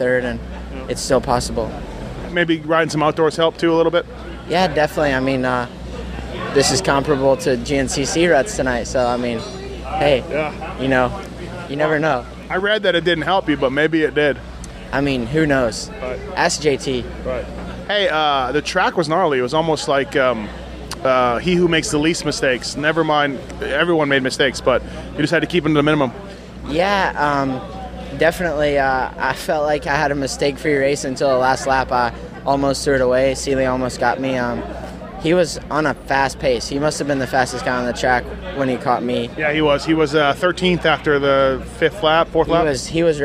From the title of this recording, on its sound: Seattle 2013 Post-Race Interviews